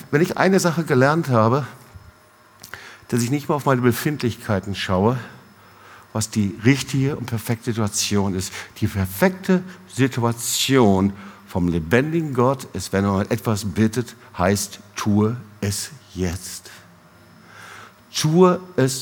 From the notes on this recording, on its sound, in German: Predigt im Awakening Fire Gottesdienst